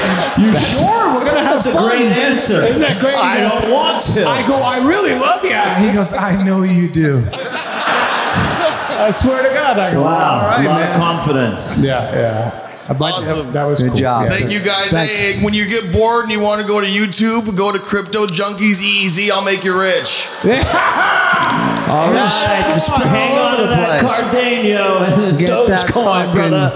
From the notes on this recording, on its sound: LIVE SHOW. Live from the Netflix is a Joke Fest at The Wiltern in Los Angeles.